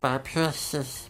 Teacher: the tongue being high, is pushing the sound up and out of my nose